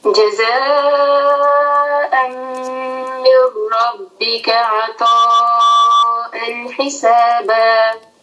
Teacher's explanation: اور عطاء حسابا ان جو ہے کلیئر پڑھیں گے یہاں اظہار ہے حرف حم کی ہا آ رہا ہے تو اس کو کلیئر کر کے ان شاء اللہ آگے پڑھیں گے.